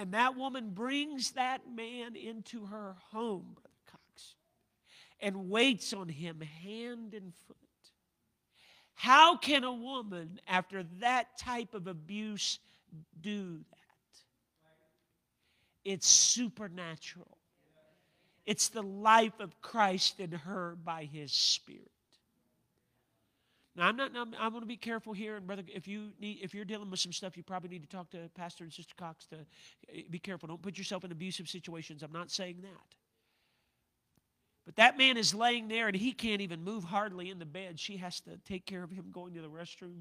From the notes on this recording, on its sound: a service recording from Connect Point UPC